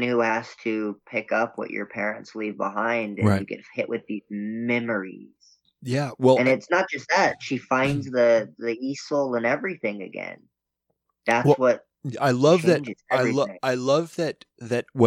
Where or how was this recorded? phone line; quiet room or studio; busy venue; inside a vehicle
quiet room or studio